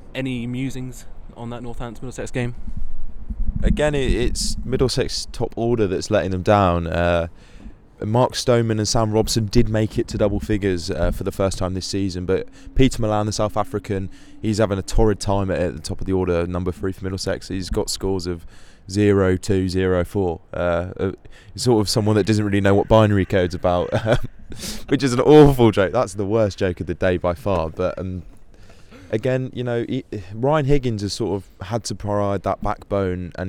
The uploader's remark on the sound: Live from The Oval